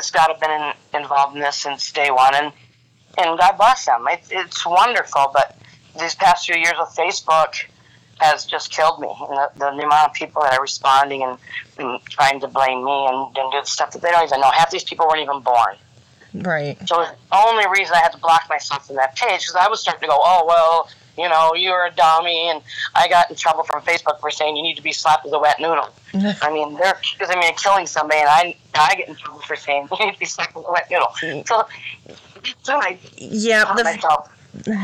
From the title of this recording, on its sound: Phone Interview